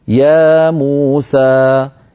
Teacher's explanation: فلو أخذنا زمن المد الطبيعي وضربنا ب3 سيكون معنا 6 حركات